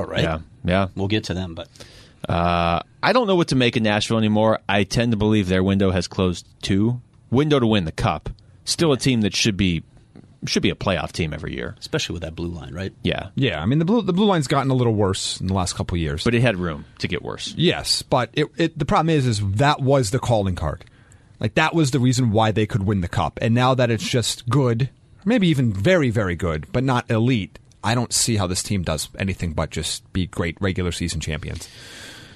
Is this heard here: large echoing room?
no